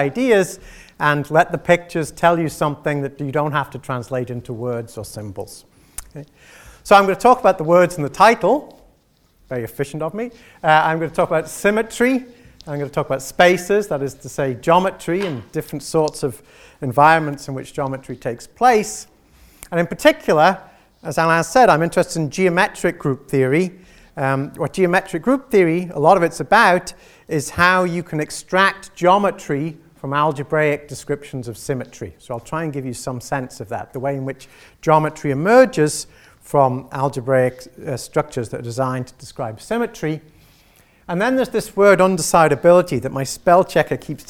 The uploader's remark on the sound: gave this Inaugural Chairman's Public Lecture